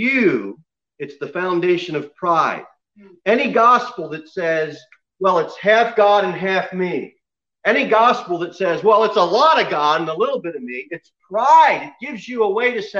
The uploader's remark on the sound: Sermon delivered at Pilgrim Baptist Church on Sunday, January 24, 2021, at 11:15 am. Jere Whitson Rd.